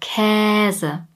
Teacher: In dem Wort Käse schreiben wir ein Ä und wir sagen ein langes Ä, Käse. Oder in manchen Regionen auch E, Käse.